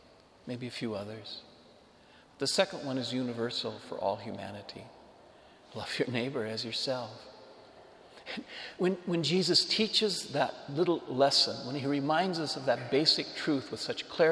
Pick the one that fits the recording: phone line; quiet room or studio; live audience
live audience